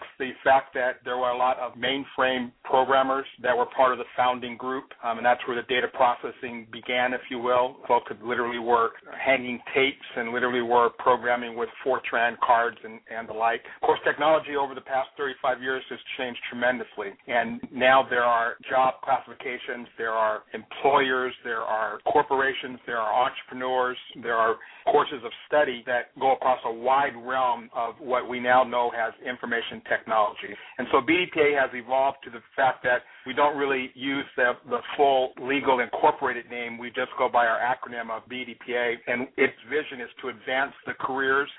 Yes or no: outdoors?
no